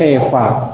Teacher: khofa boleh dibaca imalah, ya, menjadi khefa